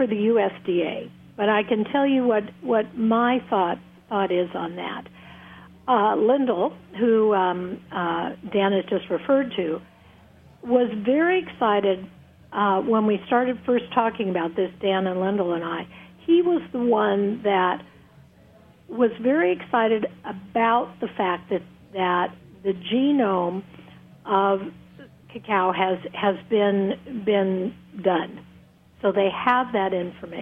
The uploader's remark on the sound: Two chocolate experts call.